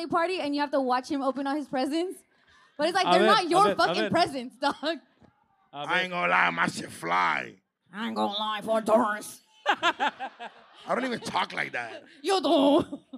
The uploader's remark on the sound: Live Episode. Our live podcast at The Novo in Downtown LA is finally here.